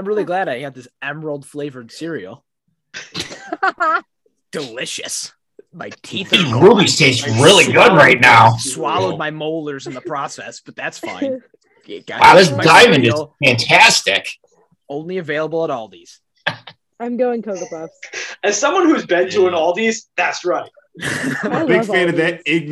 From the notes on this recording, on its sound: A snowstorm could only keep us from recording temporarily, and we mustered through while recording a remote episode of The Play-In Game. The audio is a little bumpy, but it's not the result that matters, it's the technical problems we faced along the way.